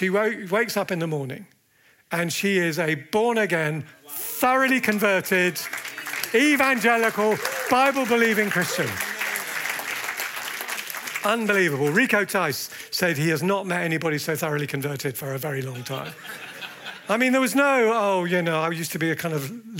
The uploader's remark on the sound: at the Evangelists' Conference 2024